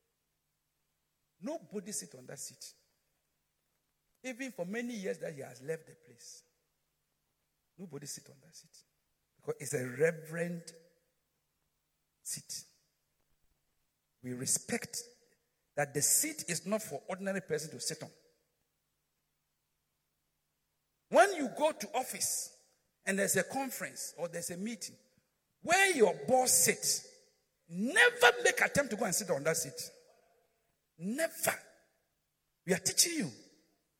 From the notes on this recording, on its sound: Preached at Midweek Service